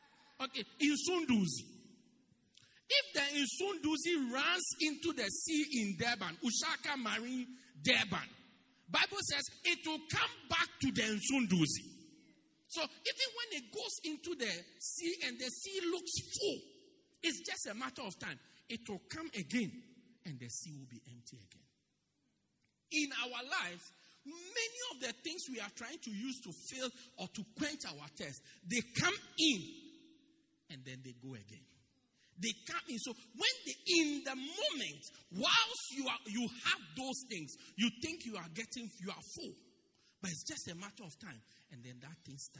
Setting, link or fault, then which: setting, large echoing room